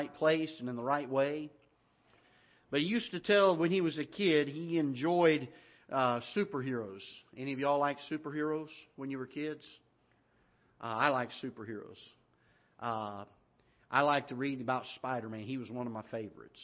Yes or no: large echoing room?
yes